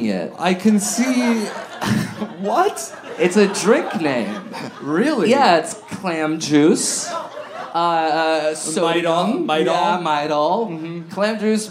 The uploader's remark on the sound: live at Resident in Downtown LA!